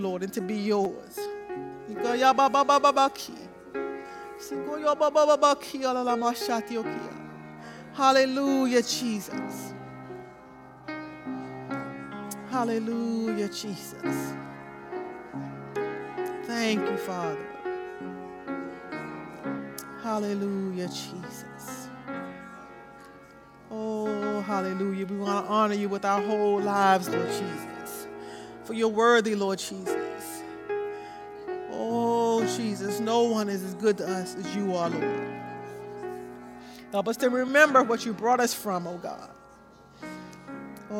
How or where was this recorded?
large echoing room